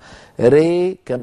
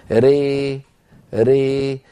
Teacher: هي ألف مخلوطة بياء بنسبة واحدة. يعني بعبارة أخرى بنقول 50% ألف و 50% ياء · Term: الإمالة الكبرى